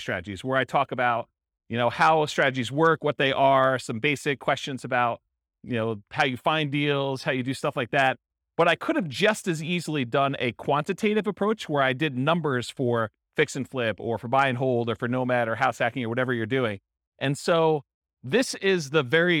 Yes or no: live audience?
yes